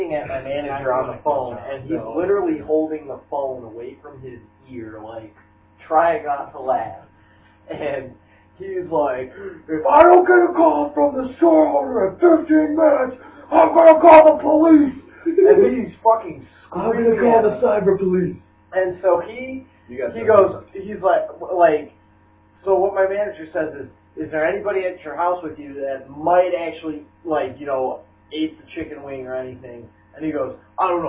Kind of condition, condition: fault, poor sound quality